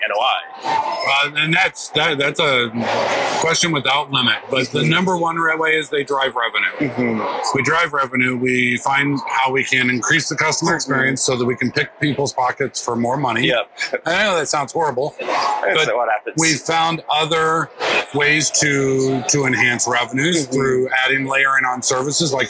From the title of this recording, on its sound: LIVE AT NAA